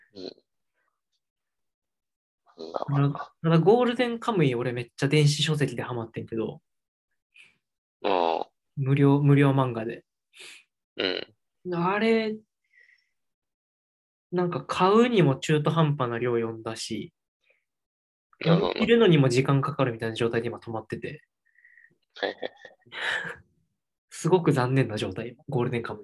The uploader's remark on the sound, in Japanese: Zoomで話してます。